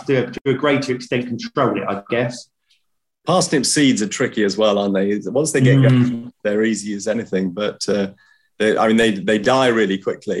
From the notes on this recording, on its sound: On Zoom.